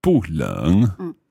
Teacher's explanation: when you're using 冷, which is the third tone, then the 不 stays as a fourth tone